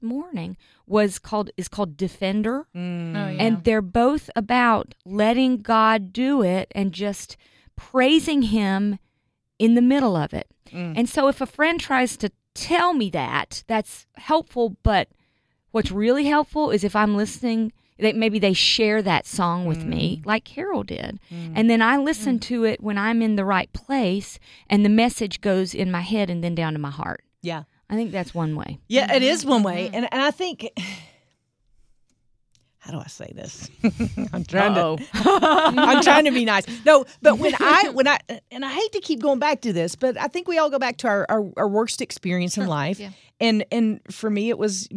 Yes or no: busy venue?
no